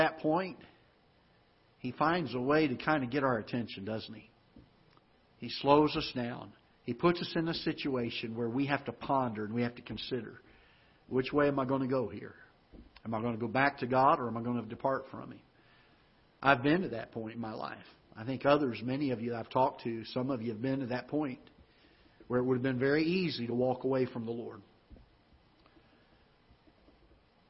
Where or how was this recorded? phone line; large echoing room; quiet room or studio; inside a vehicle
large echoing room